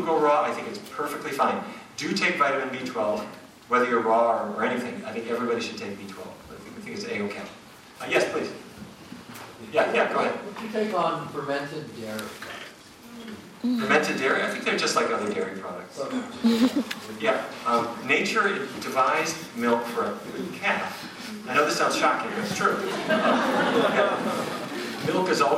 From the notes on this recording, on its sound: a lecture in Vancouver